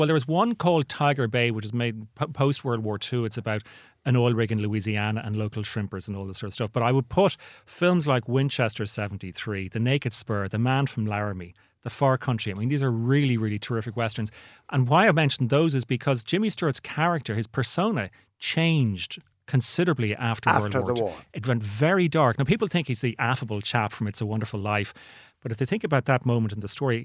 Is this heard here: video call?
no